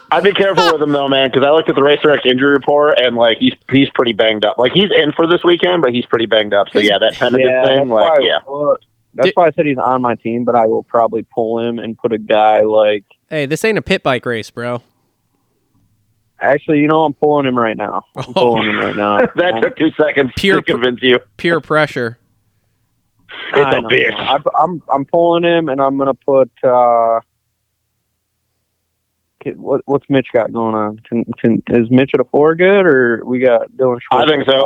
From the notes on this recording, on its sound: jump on the phone